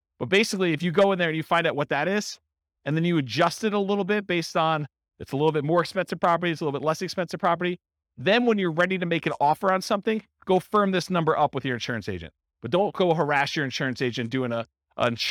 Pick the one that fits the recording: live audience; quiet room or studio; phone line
live audience